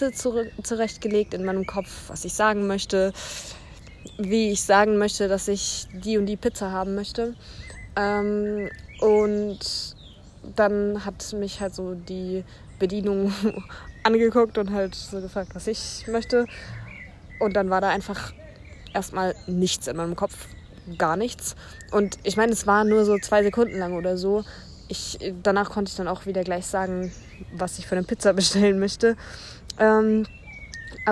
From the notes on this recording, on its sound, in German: Da ich die Folge in einem Zelt aufgenommen habe, gibt es ein paar Hintergrundgeräusche.